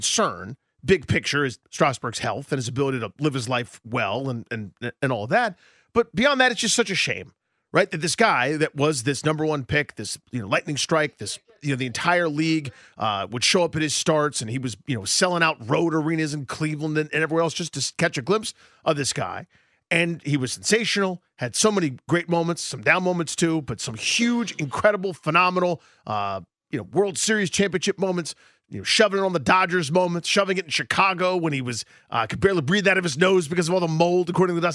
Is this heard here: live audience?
no